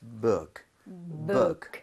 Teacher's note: 힘을 빼셔야 돼요. 그래서 북 하지 마시고 우에서 힘을 살짝만 싹 빼면서